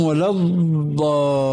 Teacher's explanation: هذه ضاد ليست، إلا دالة مفخمة كما يقول علماء التجويد